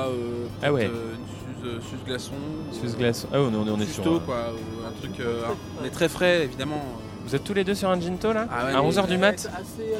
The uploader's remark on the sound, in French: Il a été enregistré dans un trajet en minibus. Été 2020, départ en vacances.